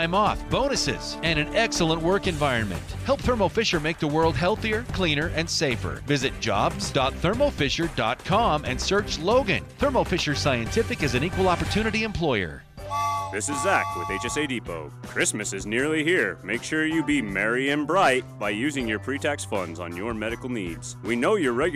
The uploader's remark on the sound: Live at Beehive. Broadcast the show live from Beehive Grill.